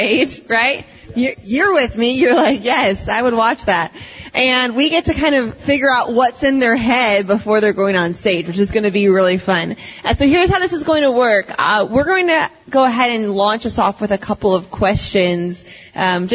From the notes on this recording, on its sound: Dive into a live Q&A session. This podcast is one of several workshops from Exponential’s Global 2023 Conference in Orlando.